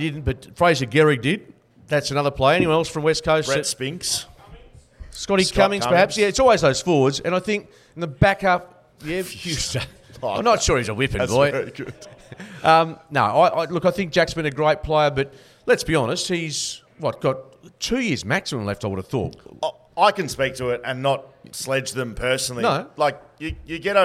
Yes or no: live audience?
yes